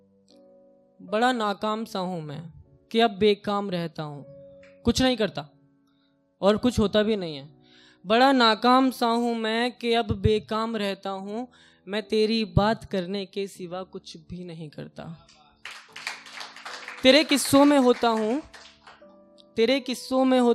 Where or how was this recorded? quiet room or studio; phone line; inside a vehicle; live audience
live audience